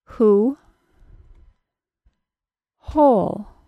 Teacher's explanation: That lip shape begins right at the beginning of the word, during the H sound.